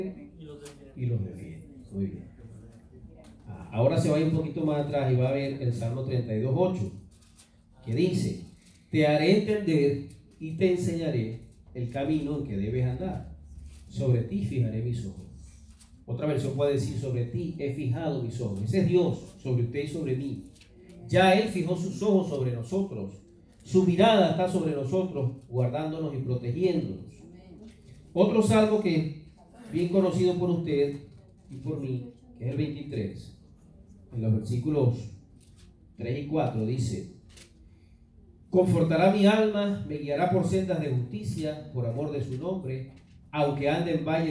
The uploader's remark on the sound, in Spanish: En vivo en nuestra iglesia, Church of God Centro Cristiano Renacer.